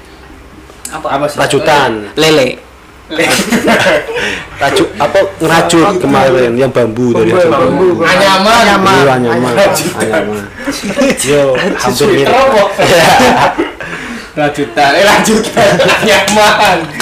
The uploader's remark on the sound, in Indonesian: (Maaf audio agak cliping/pecah)